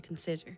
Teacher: it's the middle syllable that would be naturally accented when we say consider